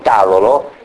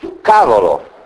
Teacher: l'opposizione tra le dentali T e le gutturali o le occlusive, in questo caso C